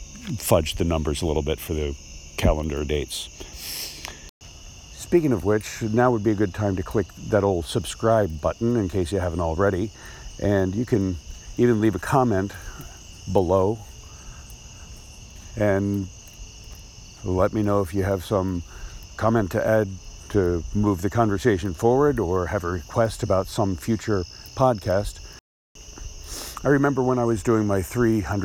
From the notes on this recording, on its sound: Recorded while walking down the double yellow lines down the middle of his neighborhood’s main road at midnight.